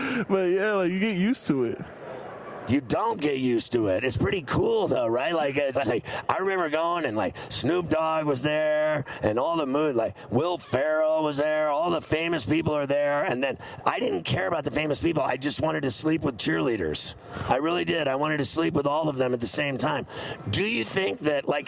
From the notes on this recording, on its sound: Live from Radio Row in Las Vegas.